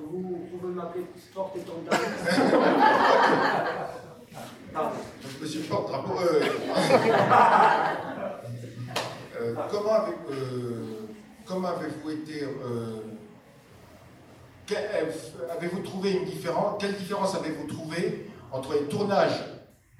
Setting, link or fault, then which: setting, live audience